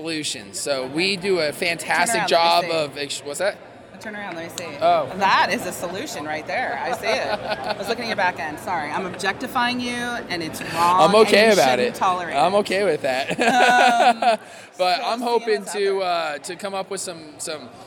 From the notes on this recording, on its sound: From the show floor of MJBizCon 2019.